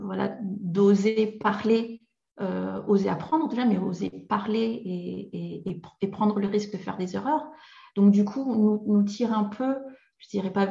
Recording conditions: video call